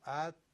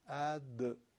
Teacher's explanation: یعنی تار صوتی براش تکون میخوره و تی ما رو تبدیل به دال میکنه · Shown in: second take · Term: جهر